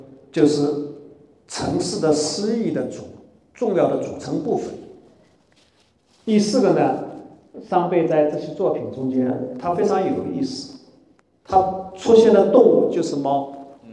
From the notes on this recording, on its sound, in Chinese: 本期播客是艺仓美术馆线下公教讲座现场实录